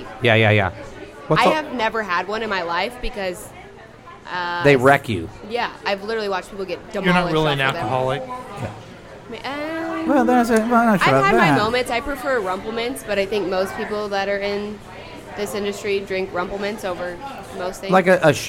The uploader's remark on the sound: Live from The Lakewood Local